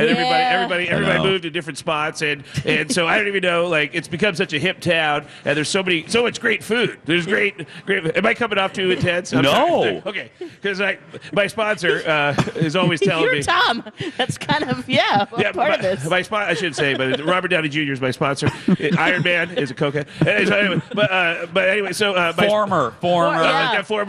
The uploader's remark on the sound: broadcast live from the AC Hotel for the Superbowl